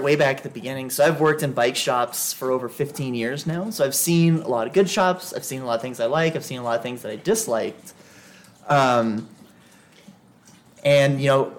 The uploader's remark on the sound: behind the counter on location in Eagle.